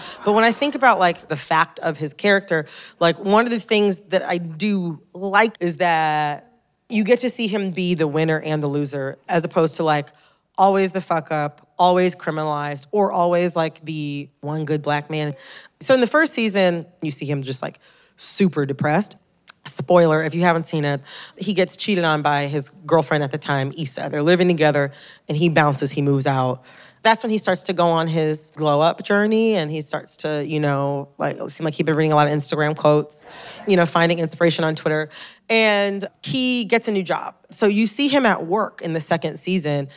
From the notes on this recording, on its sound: Recorded live at the Now Hear This Podcast Festival.